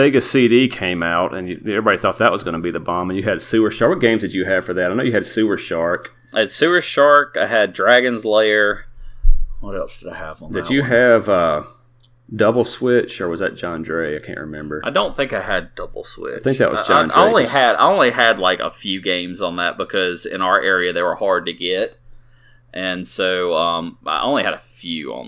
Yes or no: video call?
no